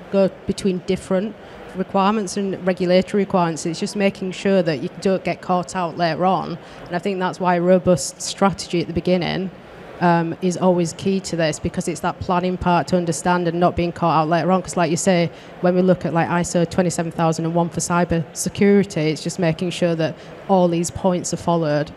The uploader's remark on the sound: Live from Med-Tech Innovation Expo 2023.